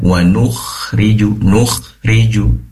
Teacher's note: pastikan kho-nya disempurnakan sifat rikhwah yaitu mengalirnya suara